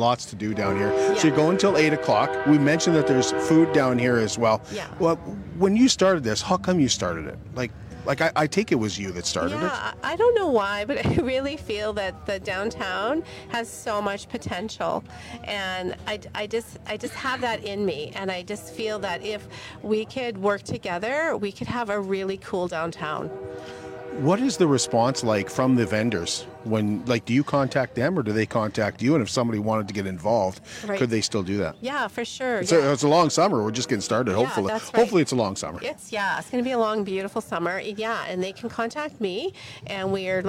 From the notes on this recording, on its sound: Live Downtown Lloydminster for their Block Party.